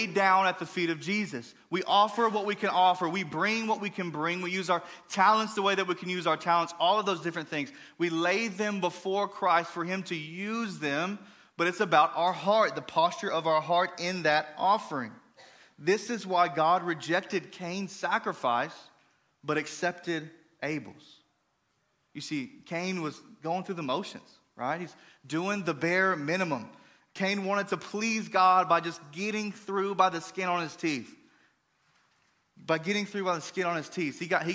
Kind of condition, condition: setting, large echoing room